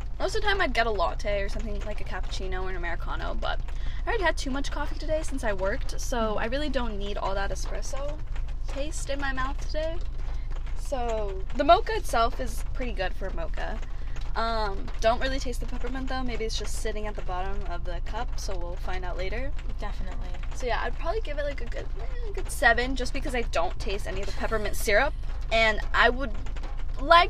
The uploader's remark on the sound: Excuse the rain sounds for this episode since we had to record in my car.